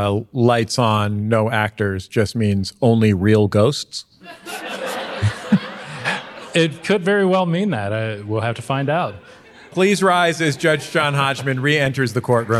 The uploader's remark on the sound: Live From Lexington. LIVE at the Lexington Opera House!